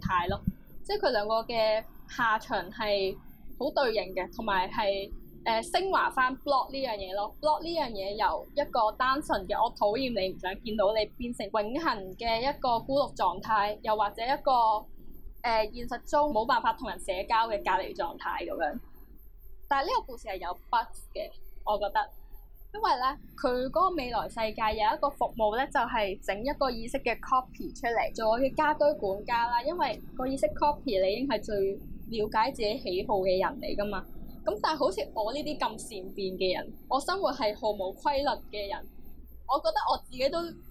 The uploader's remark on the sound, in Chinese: 今集又出現咗技術問題同收音環境有啲嘈，後期處理都冇辦法完全清乾淨。要等我哋有錢買咪先解決到。